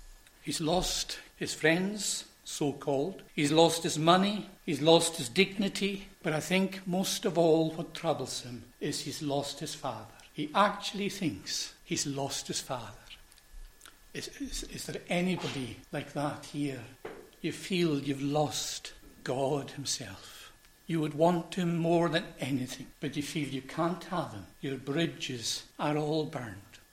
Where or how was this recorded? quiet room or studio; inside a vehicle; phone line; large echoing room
large echoing room